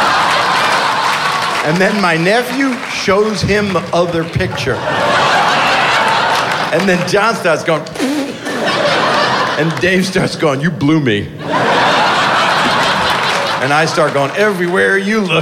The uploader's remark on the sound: In this live stage show from Seattle.